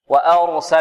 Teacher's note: الراء مفخمة والسين مرققة